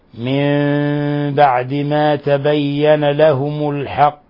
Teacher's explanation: فإذا جاء بعد النون الساكنة أو التنوين، إذا جاء بعد النون الساكنة في كلمة أو في كلمتين، وبعد التنوين لا يكون إلا من كلمتين، فإن النون تقلب ميما مخفى · Term: الإقلاب